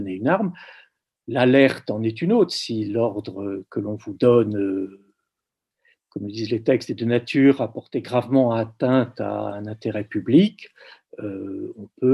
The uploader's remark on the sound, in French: Enregistré sur Zoom le 4 février 2021